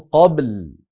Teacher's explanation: فنقلقل الباء ثم ننتقل إلى لام ساكنة